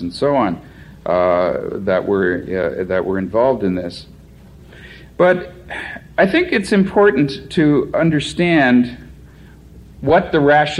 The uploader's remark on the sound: Presentation of the conference panel